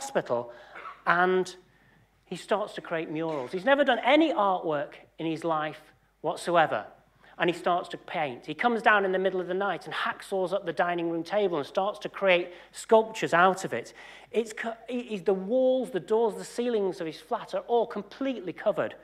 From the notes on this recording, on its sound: UCL Lunch Hour Lecture